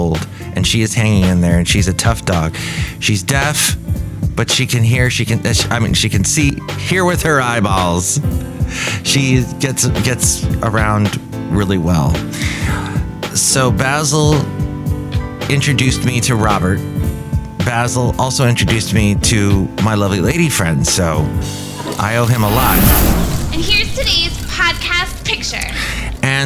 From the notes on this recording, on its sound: Podcasts live from Café Anyway.